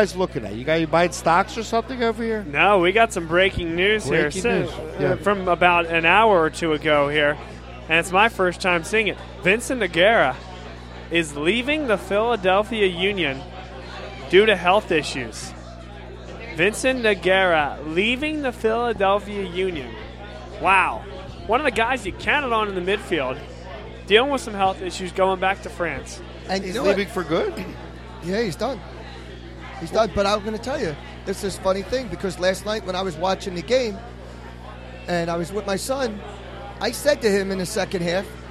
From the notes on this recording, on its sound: Vuvu Live From Iron Abbey. Vuvu Soccer is live from the Iron Abbey in Horsham, PA.